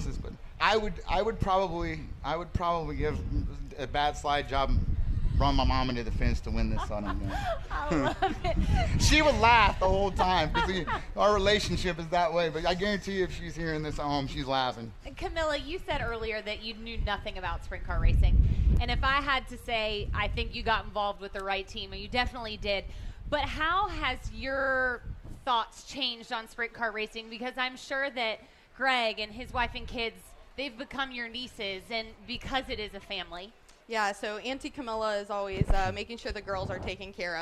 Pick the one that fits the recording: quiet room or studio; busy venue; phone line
busy venue